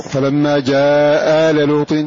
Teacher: فعلى الوجه الأول وهو حذف أحد الألفين يتعين قصر، فلما جاء آل لوط، وعلى الوجه الثاني يتعين إشباع، فلما جاء آل لوط.